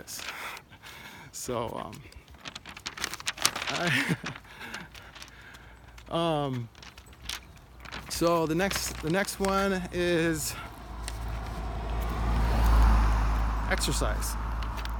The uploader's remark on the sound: "walk and talk". I apologize in advance for the "noise" (mostly the handout I was holding in my hand). I was recording video for the first time, looking at the rear camera of my phone (not able to see myself).